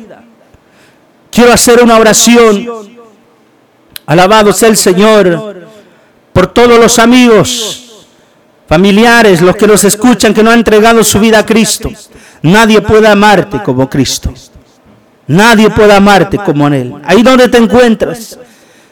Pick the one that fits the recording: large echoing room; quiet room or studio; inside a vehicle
large echoing room